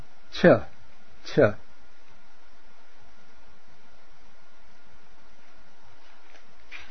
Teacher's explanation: The voiceless aspirate, remember, a little puff of air